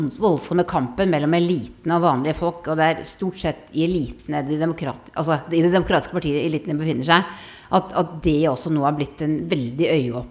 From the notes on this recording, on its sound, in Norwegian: Live fra Universitetet i Oslo. Spilt inn på Universitetet i Oslo.